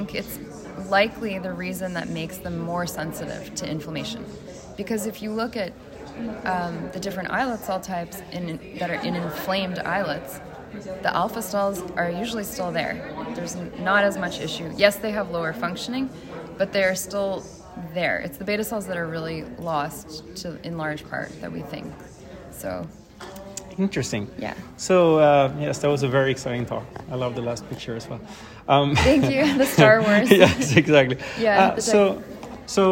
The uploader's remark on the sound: recorded during Day 2 of Islet Study Group 2023